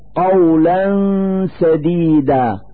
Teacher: في هذا المثال فتحتان على اللام من كلمة قولا، نلفظ هاتين الفتحتين نونا ساكنة من مخرج السين من كلمة سديدا، فنقول: قولا سديدا، مع إظهار الغنة التي تدل على نون ساكنة.